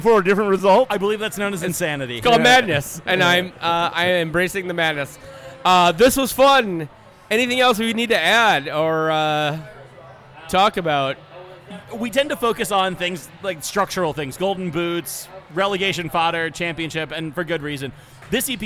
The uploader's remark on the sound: we recorded this in person at the Black Hart